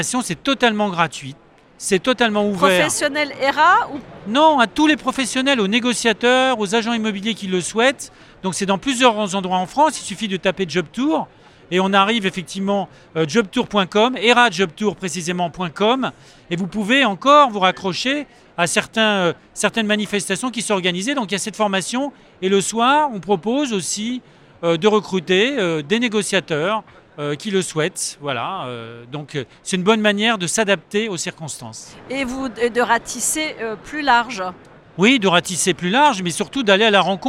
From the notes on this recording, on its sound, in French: Cet épisode a été enregistré en live du RENT.